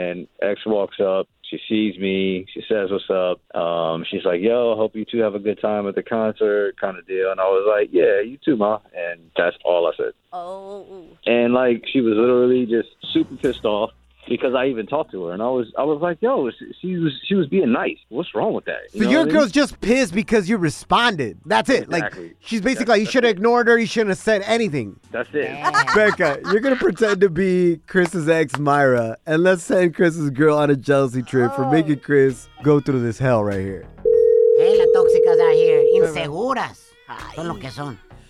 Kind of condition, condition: link, phone line